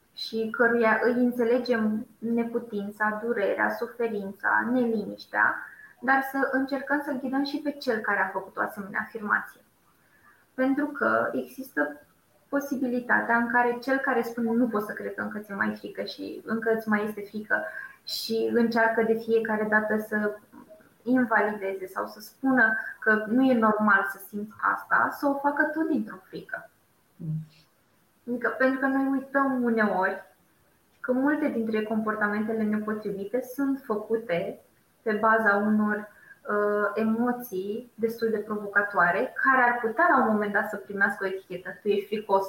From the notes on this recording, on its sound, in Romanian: Acesta este un episod special de podcast: este înregistrarea webinarului